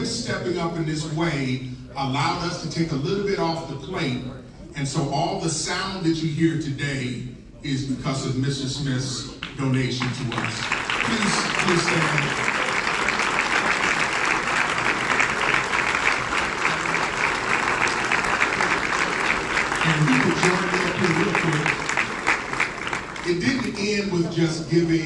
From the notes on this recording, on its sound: on location at the Annual Conference for Aspiring Youth!